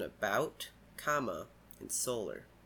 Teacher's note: A schwa in many unstressed syllables, as in about, comma, and solar.